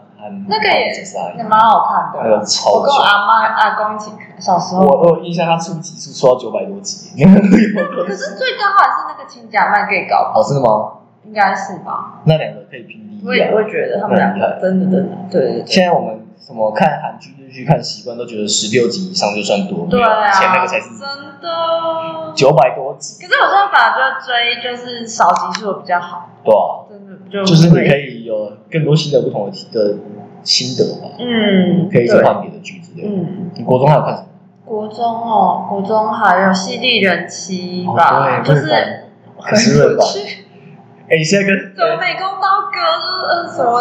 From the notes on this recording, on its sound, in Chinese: 掰惹為這一集因為錄音場所有換。所以回音比較重。因為這次錄音地點找得比較臨時XDD回音嚴重的部分真的十分抱歉。